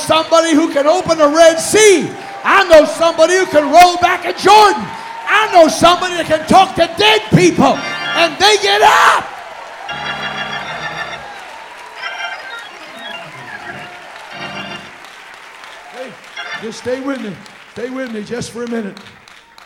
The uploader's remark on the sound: Recorded Live: March 8th at EndTime Restoration 2013, Union City, Ca